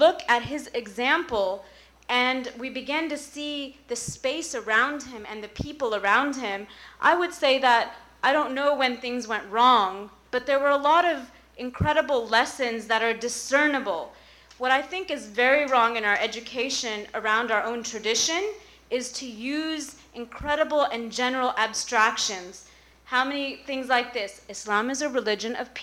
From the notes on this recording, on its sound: 1st Annual Co-Ed Iftar & Qiyam. During the banquet portion of the night, the floor was opened to a Q&A discussion circle, giving the men and women in attendance a chance to speak to the group.